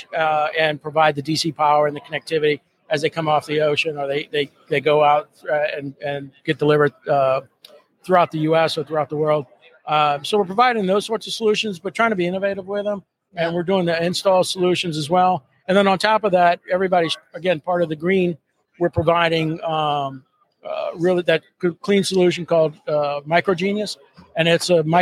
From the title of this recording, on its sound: Live From PTC ‘23